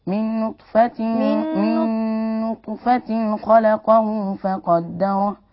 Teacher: ليس هناك غنة بين نطفة خلقه